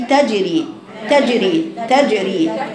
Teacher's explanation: الاتيان بها من مخرجها الصحيح وسط اللسان مع ما يحاذي من حنك الاعلى، مع مراعاه القلقله في هذا الحرف الجيم بانها لا تميل منك الى الايه الى الكسر، خطا.